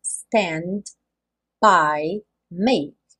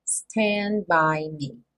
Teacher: Então, no final do stand, eu teria um D, que é aquela consoante oclusiva. Mas, quando eu junto stand by, esse D não acontece · Shown in: second take · Porque do N, eu tô com a língua no sal da boca para fazer o N, stand, eu já fecho os lábios para fazer, então, o B do by.